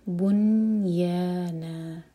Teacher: بنی نون کے نیچے کسرہ کی آواز نہیں آنی چاہیے، بس نون پر سکون · Term: نون پر اظہار